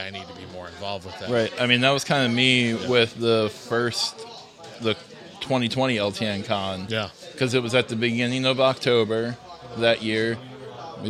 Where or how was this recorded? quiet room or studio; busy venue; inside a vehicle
busy venue